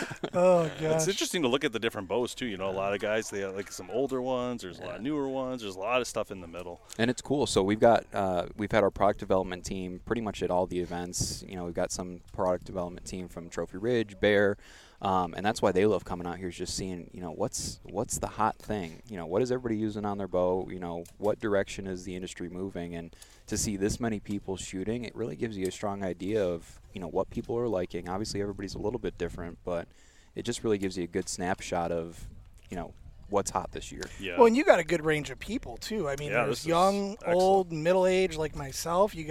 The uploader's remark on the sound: LIVE SPECIAL EDITION from the Total Archery Challenge in Boyne mountain Michigan. LIVE SPECIAL EDITION from the Total Archery Challenge in Boyne mountain Michigan.